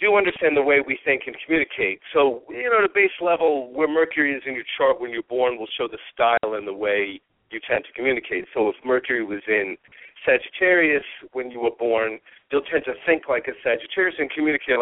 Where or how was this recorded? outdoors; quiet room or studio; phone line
phone line